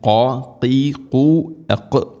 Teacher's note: ഖാഫ് തൊണ്ടയുടെ മുകൾ ഭാഗമാണ്, ചെറുനാക്കിൻ്റെ ആ ഒരു ഭാഗം